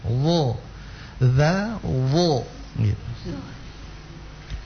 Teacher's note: huruf dho itu adalah huruf dal yang kita tebalkan